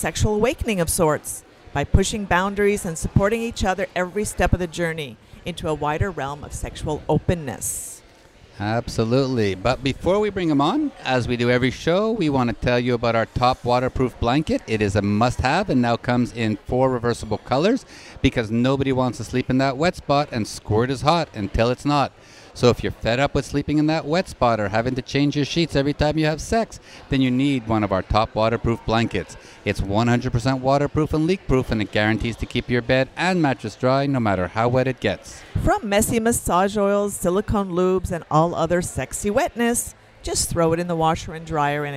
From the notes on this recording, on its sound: on location at Hedonism II Resort in Jamaica